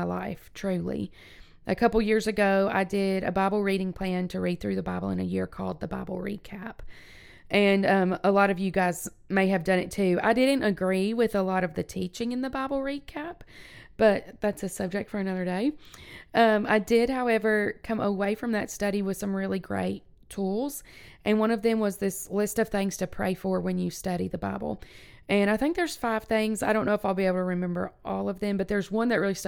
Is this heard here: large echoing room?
no